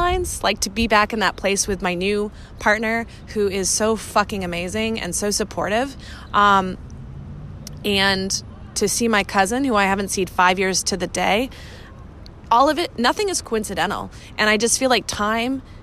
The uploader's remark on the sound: I’ve been traveling all week and away from my podcast studio so this weeks’ solo episode is random thoughts I recorded from a park in Boston.